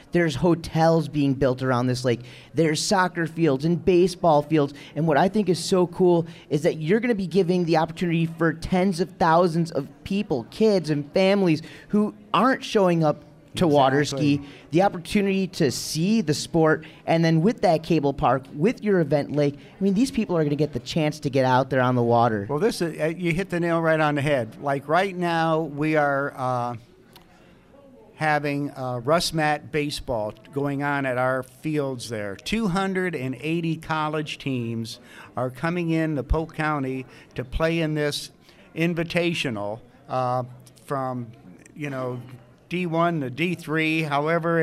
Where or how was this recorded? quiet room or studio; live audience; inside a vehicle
live audience